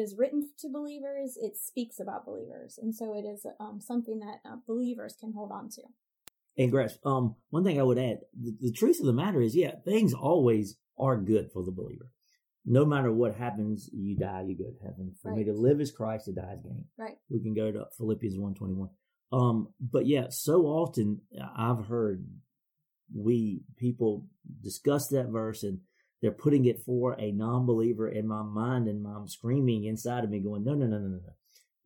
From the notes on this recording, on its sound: Due to some equipment issues, this week's audio quality suffered a bit